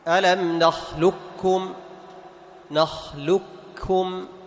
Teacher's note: فتدغم القاف في الكاف إدغاما كاملا، ذهاب القاف وذهاب صفة القاف · Term: الإدغام المحض